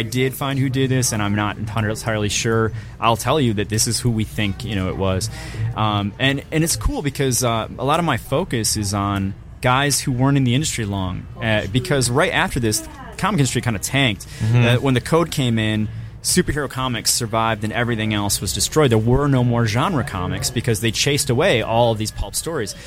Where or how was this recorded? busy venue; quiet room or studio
busy venue